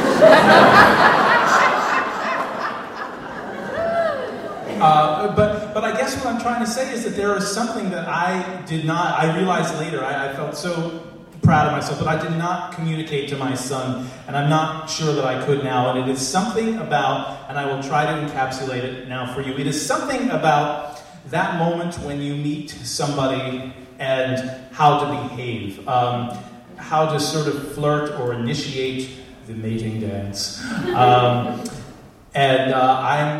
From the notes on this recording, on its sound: at the Alberta Abbey for live storytelling with Portland Story Theater